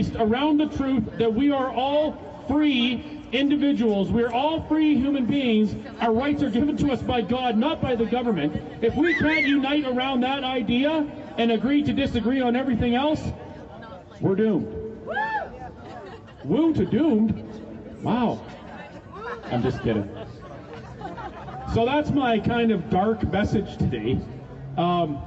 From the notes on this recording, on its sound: LIVE at the Calgary Rally